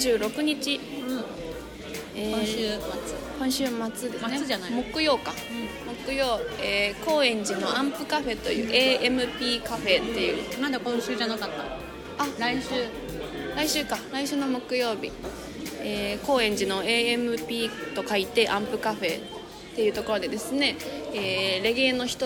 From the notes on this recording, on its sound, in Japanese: 今回はカフェで収録したため終始ガヤガヤとうるさいです。ごめんなさい！